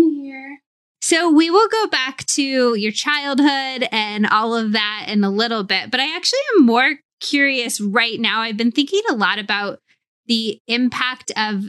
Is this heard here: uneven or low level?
no